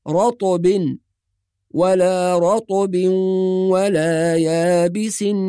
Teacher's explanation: وفي الآية رقم 59 من سورة الأنعام أيضا، في قوله سبحانه وتعالى: ولا رطب ولا يابس إلا في كتاب مبين، بعض الناس يقرأ رطب أو يقول رطب أو يقول رطب، وكل هذه أخطاء. والصواب أن الراء مفتوحة والطاء ساكنة مقلقلة، فنقول رطب ولا رطب ولا يابس إلا في كتاب مبين.